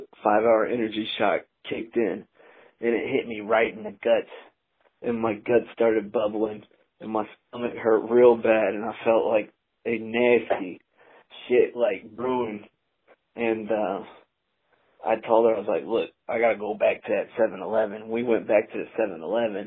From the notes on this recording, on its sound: talks on the phone with us today